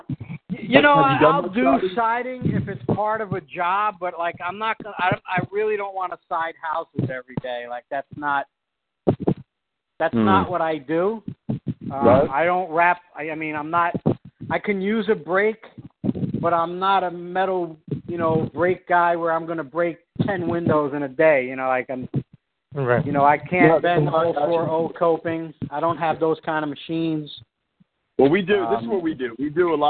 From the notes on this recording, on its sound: Core Team Conference call.